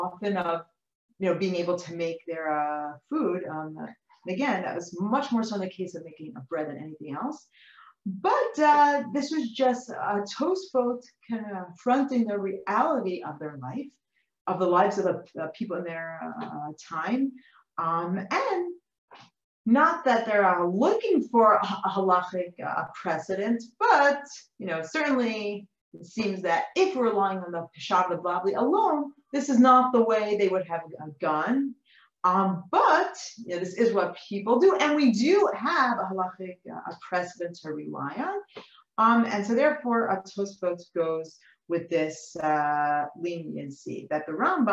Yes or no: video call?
yes